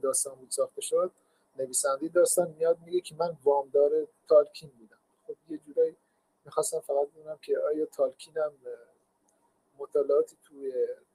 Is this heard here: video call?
yes